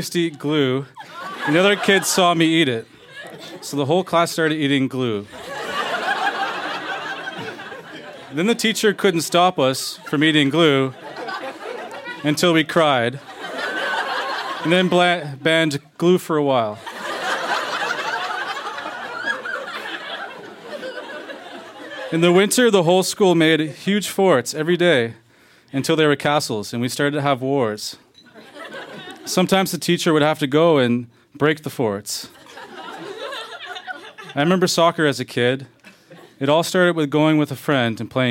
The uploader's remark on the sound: Recorded live at Yuk Yuk's in Ottawa.